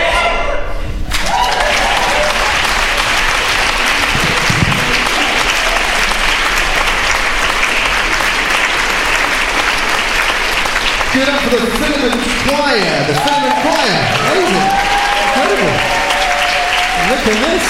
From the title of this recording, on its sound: LIVE at Wilton's Music Hall